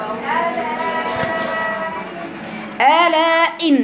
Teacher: الهمزه دي حرف جهر شديد